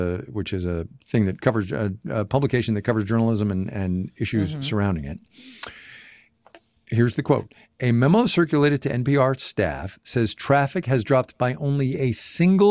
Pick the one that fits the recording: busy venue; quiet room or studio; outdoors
quiet room or studio